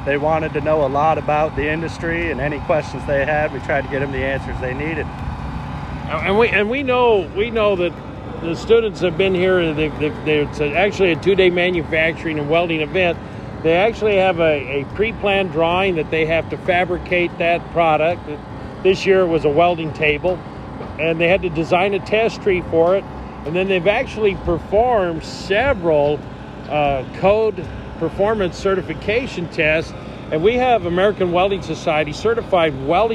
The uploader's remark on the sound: Welding Thunder at West-MEC. At WWB Welding Thunder 2021.